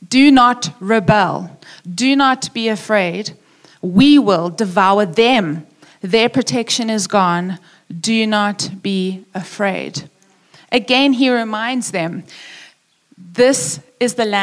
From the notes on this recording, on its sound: Preached at Upper Room Church on the 12th of September 2021.